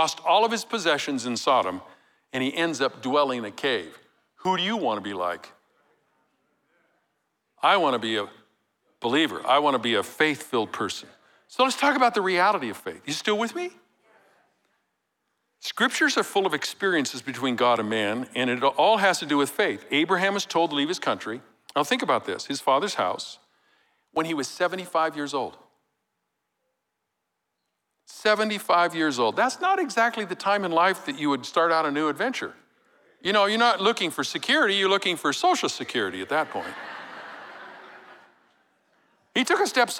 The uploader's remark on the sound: Recorded live at Capital Church in Meridian, Idaho